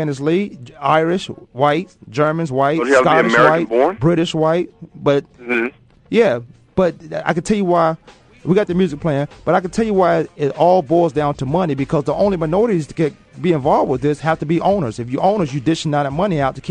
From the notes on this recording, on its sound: phone guest